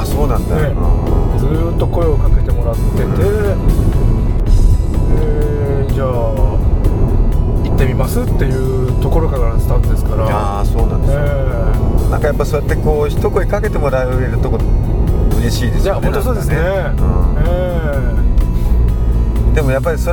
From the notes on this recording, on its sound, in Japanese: 即ドライビング対談収録しました